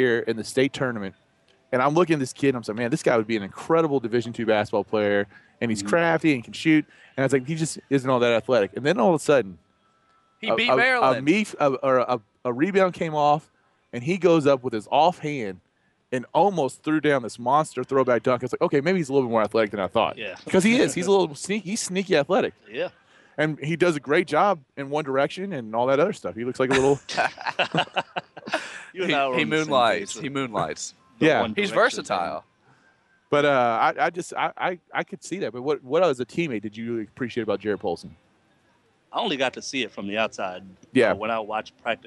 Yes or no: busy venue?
yes